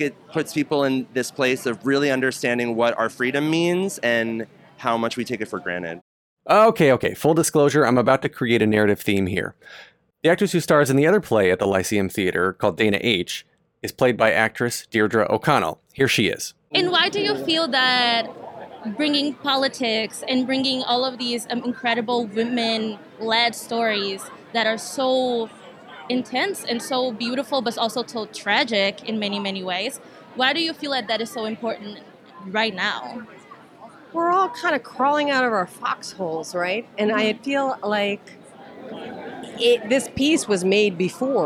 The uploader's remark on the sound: Opening Night Red Carpet Interviews